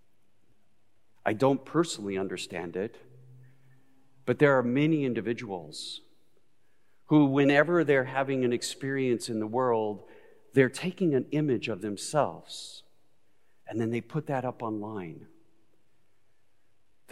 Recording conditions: large echoing room